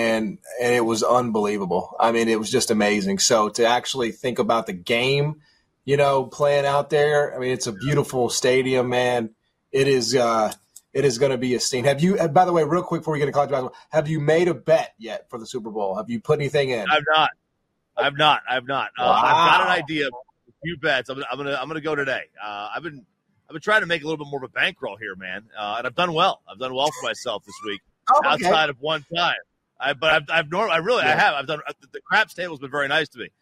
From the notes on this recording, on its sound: Is live from the home of Super Bowl XVIII Las Vegas, Nevada taking in the scene.